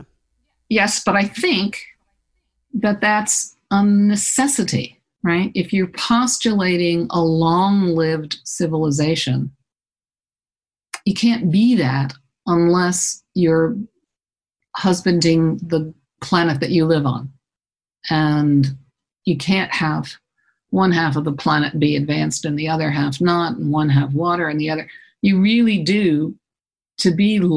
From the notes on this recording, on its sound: Via Skype. Part of bluedot's A Weekend In Outer Space, July 2020.